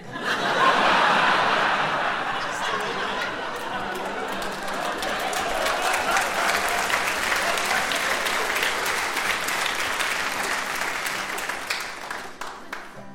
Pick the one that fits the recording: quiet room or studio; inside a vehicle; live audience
live audience